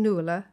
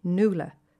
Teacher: I live in Galway, but I'm from Dublin originally, and we Dubs completely ignore the ua, that neat diphthong wedged in the centre of the word · Shown in: second take · Instead of saying Nuala, we say Nuala, to rhyme with hula, as in hula hoop, as I often need to explain to non-Irish people.